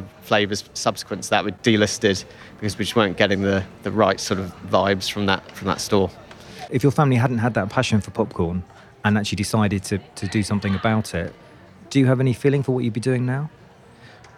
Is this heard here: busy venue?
yes